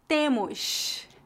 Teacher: No Rio de Janeiro, a letra S é bem chiada, como em temos.